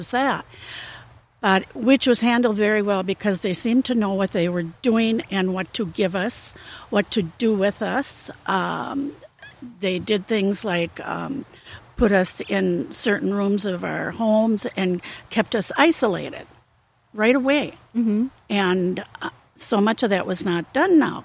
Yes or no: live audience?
no